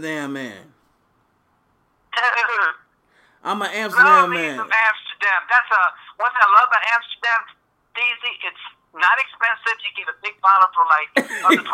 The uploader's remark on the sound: For my first phone conversation on the podcast